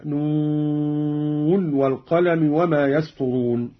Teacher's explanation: قرأ قالون بإظهار النون من الواو كحفص